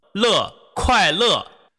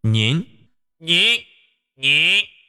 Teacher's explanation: 发乐音的时候，口腔呢是通气的，鼻腔共鸣非常非常小。 · Shown in: first take